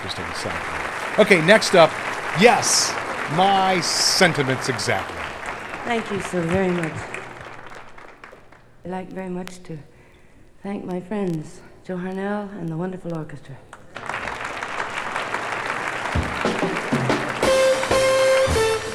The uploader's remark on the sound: Even better, this recording is in a live setting. Recorded At The Fabulous New York Club. Recorded live at Basin Street East in an after-hours performance with an invited audience. At a New York studio.